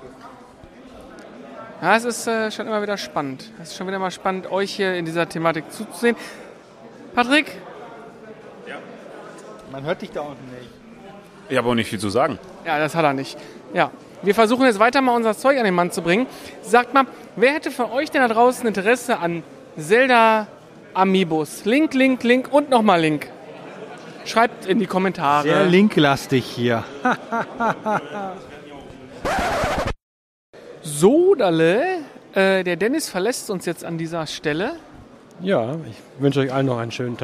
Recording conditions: busy venue